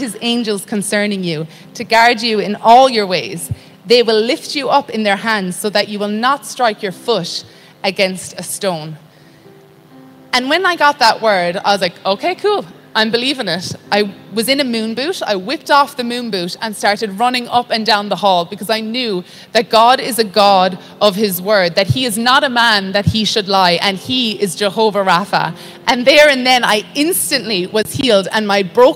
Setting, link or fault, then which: setting, large echoing room